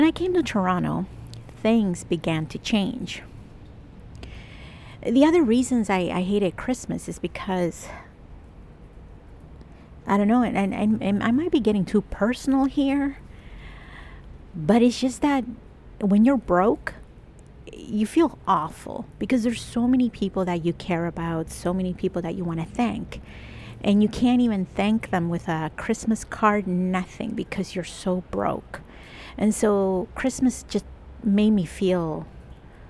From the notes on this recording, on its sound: I recorded this episode outside over at my secret favourite place in Toronto. There is some traffic sounds, pedestrians and lots of wet snow sounds too! I kept pacing back and forth so you hear me catching my breath a lot - oops!